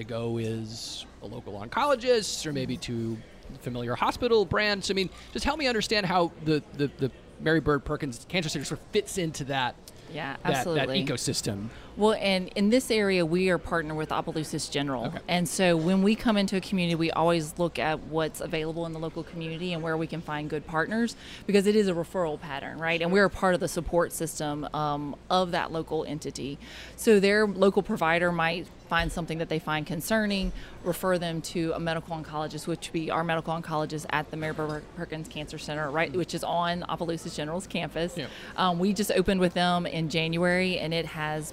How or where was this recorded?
busy venue